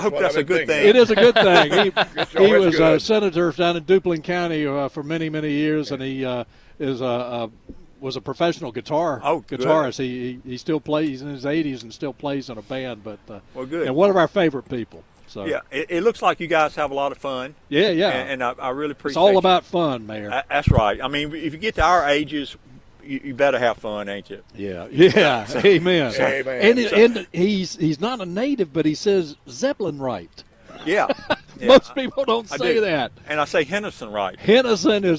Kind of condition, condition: setting, busy venue